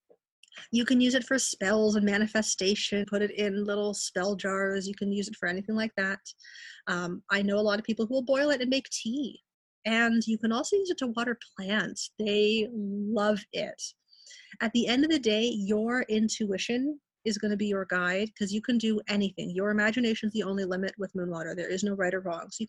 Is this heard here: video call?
yes